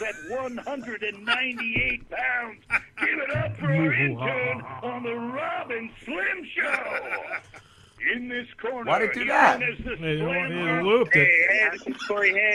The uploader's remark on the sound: Came in live. Called in to talk to us.